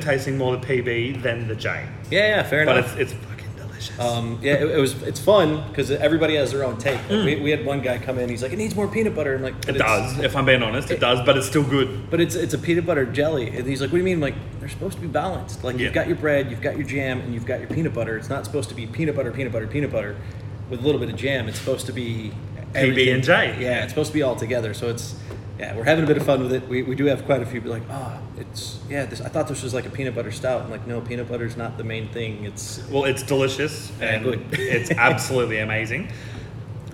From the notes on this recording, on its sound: On Location at Bread & Brewery. In this episode, I went for a short trip up the M1 to Bread & Brewery in Morisset.